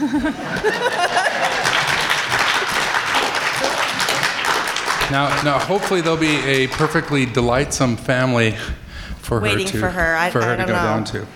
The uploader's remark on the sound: This is the live recording on stage at the Salt Lake Downtown library recorded 4/15/12.